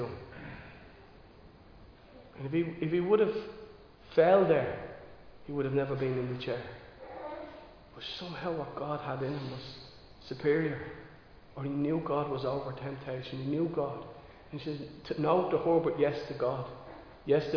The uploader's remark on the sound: Recorded live in Liberty Church on 28 August 2022